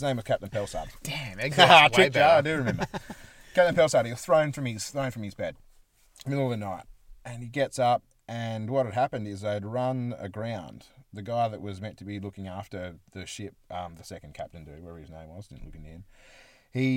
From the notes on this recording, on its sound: This week we are back in the car studio, getting the best out of the small space's acoustics and sensual basal tones.